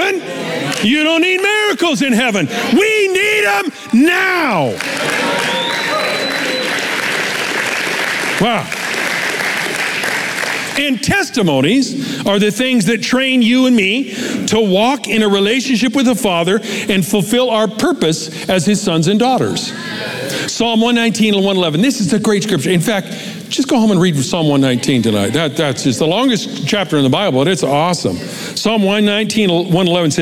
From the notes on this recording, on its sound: Recorded live at Capital Church in Meridian, Idaho